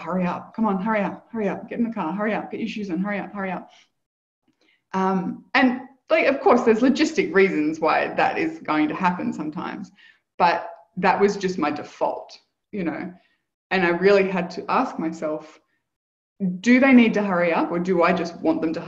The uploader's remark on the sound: Live Community Call